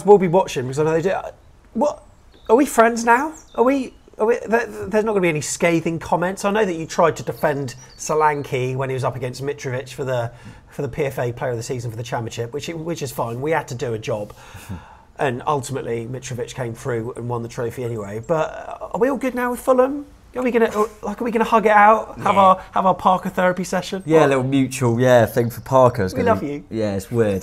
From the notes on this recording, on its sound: Was the man with the microphone as Bournemouth fans reacted outside Dean Court.